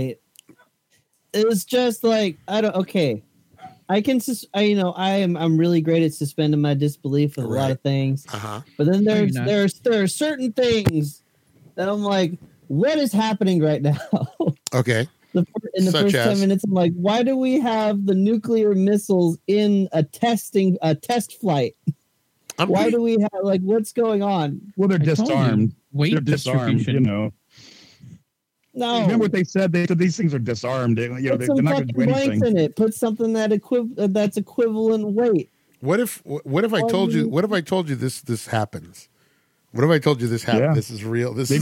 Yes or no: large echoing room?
no